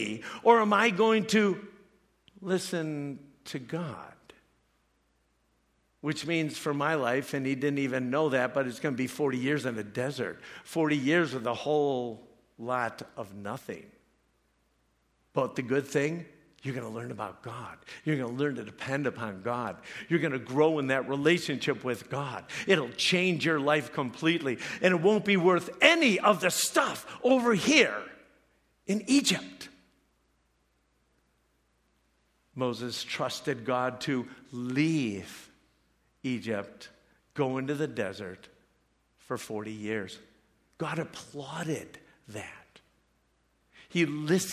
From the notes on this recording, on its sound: preached this message at CrossPoint Church